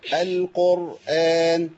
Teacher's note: الراء الساكنة في كلمة القرآن هي مفخمة وحضرتك فخمتيها